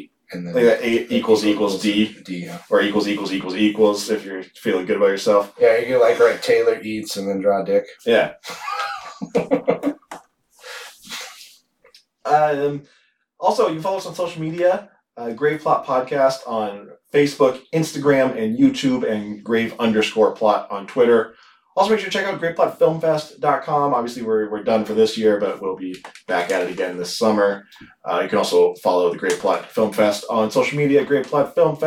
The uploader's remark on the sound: We made an oopsie with the sound on this one.